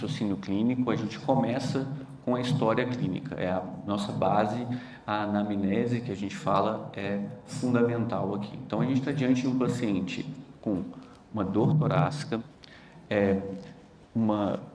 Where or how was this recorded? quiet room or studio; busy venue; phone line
busy venue